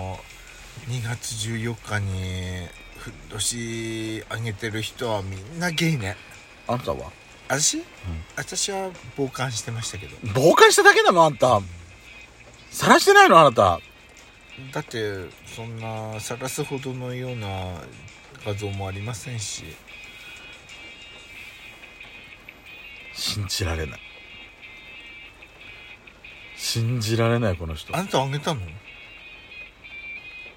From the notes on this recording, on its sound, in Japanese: パーキング収録